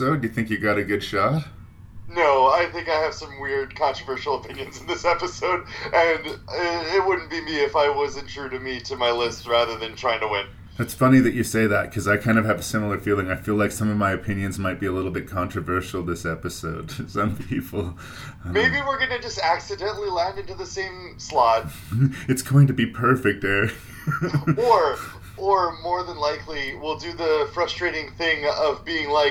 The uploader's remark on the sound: Over skype. There is a bit of technical difficulties with the audio for the first review.